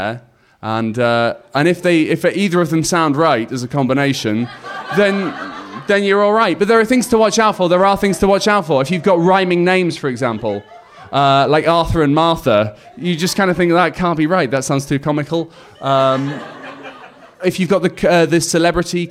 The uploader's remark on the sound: For the next 6 weeks we will be sharing tragedies we collected at the live show that took place on January 18th at the Hackney Attic.